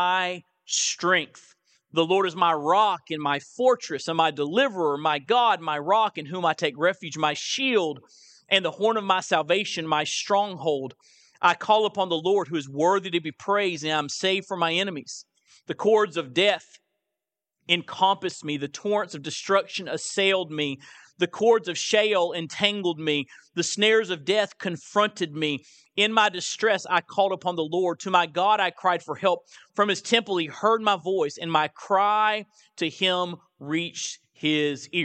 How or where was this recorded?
large echoing room